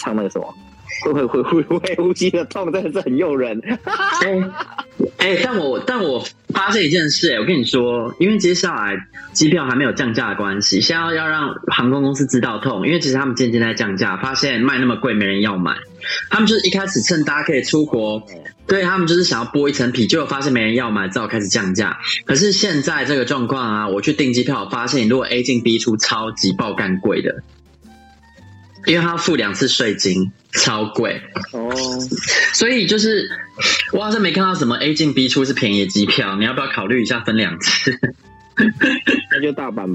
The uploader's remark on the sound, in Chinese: 遠赴新加坡。電話錄音。由於週間特輯是手機通話錄音的，所以音質比較差，但差得很有風味，好像在跟我們電話連線～。這集用耳機錄音，音質更差了。